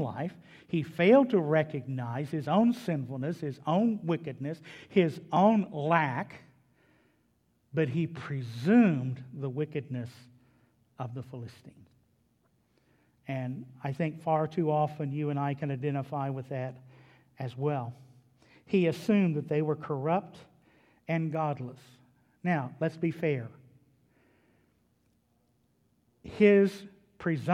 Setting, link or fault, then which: setting, large echoing room